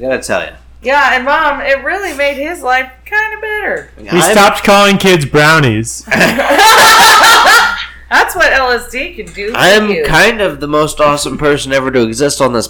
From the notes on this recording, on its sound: This one is a bit rough. It was dark and the audio needed a lot of work.